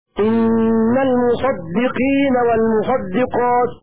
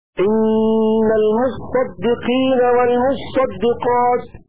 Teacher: بتاء ساكنة مضغمة في الصاد المشددة · Shown in: second take